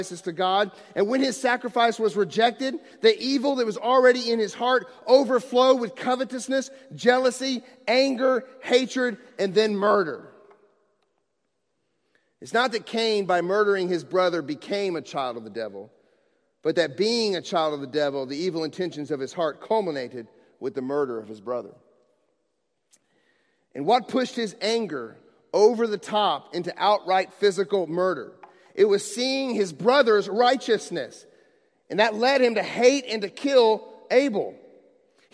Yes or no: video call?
no